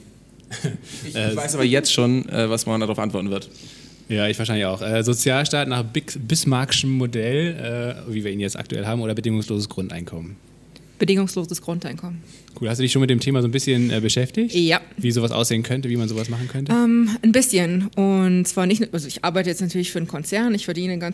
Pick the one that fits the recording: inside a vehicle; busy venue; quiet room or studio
busy venue